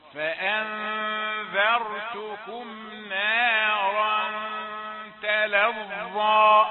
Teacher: لابد أن يلحظ أنك رققت الذال وفخمت الراء. فأنذرتكم نارا تلظى مرة ثانية علشان الايه الذال بسمعها مفخمة في بعض الايه.